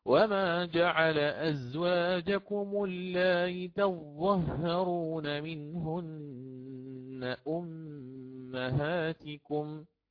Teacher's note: فقرأت هنا بالإشباع، تسهيل الهمزة بينها وبين الياء مع إشباع المد الذي قبلها، ولي كذلك فيها القصر، ولي كذلك فيها القصر.